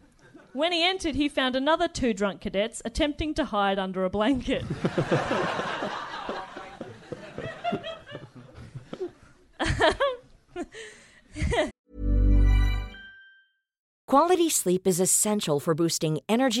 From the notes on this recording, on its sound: Recorded live at The Phoenix in London.